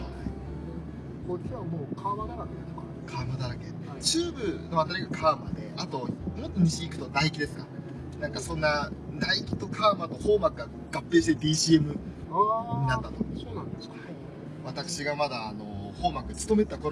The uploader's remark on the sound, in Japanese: 環境音などの雑音がひどい録音状態